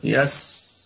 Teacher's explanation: والسين فيها الرخاوة وفيها الهمس وفيها الصفير